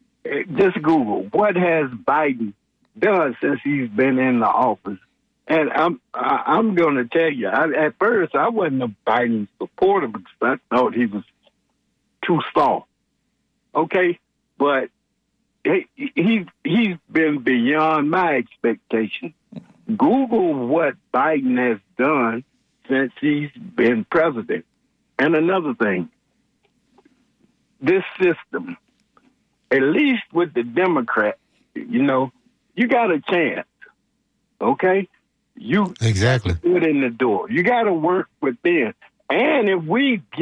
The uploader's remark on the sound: unique magazine format call-in show